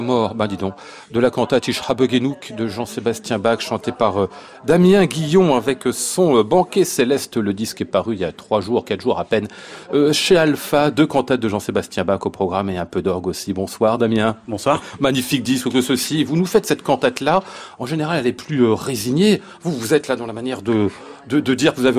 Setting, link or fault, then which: setting, live audience